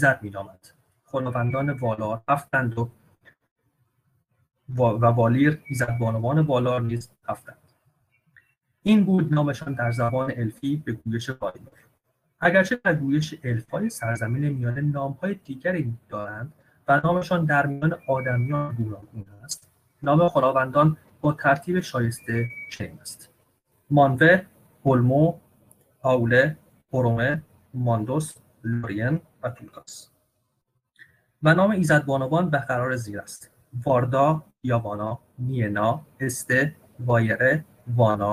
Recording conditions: video call